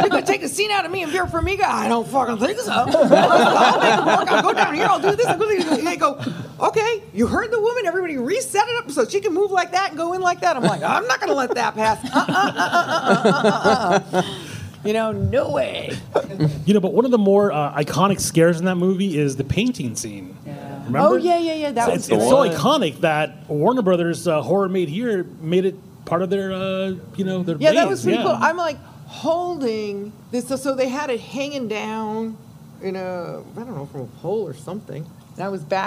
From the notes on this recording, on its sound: a live confessional we recorded at LA Comic Con